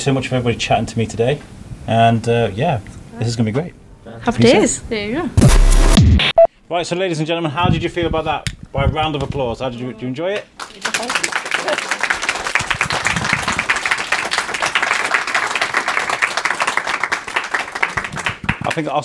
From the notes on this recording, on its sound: Here are a collection of interviews from the premiere of Izzy Vs Jess at Wellington Orbit. We hear from members of the cast before the film is shown in front of a sold out audience. Next we hear from the cast and crew directly after the screening.